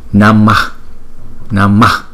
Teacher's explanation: Chúng ta chỉ đọc cái chữ A đó nhỏ thôi, chúng ta ngắt cái hơi lại